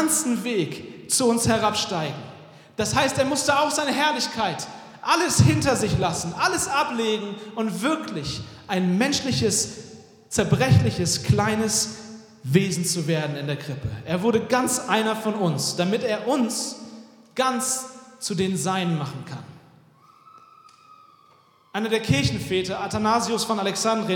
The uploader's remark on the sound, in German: Weihnachtspredigt 2023 aus dem Felsenkeller Leipzig.